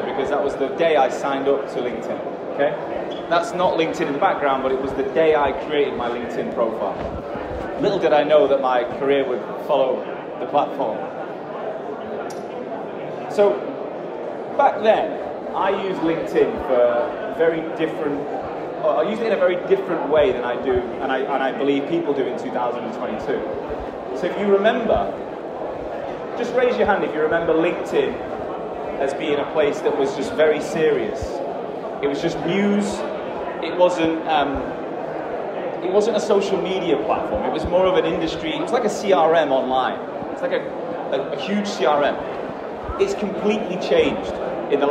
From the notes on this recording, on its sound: In this episode, it's going to be me talking on stage in Germany, in Frankfurt. The sound quality is not as good as normal because I was on stage during that talk.